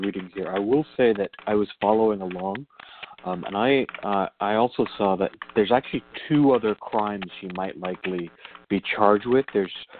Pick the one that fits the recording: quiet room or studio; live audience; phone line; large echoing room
phone line